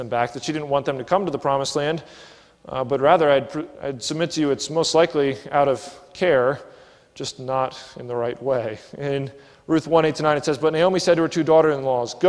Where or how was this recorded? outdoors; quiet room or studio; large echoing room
large echoing room